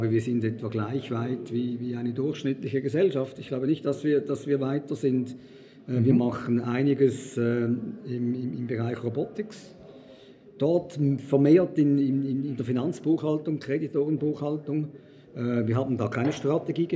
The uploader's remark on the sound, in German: Im Interview auf dem Congress der Controller 2019.